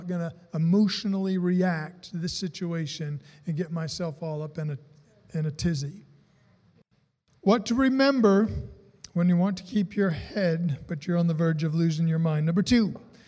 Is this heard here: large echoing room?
yes